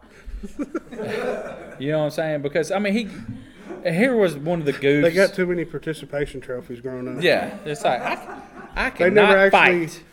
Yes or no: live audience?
yes